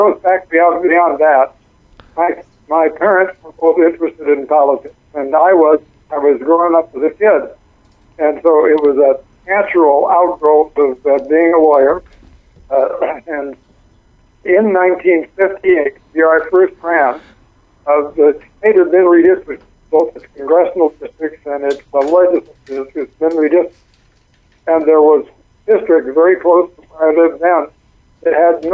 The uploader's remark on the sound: calls